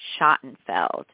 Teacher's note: Most people think it starts with the same sk sound as in school, but it's more like the sh sound of when you should be quiet in the library.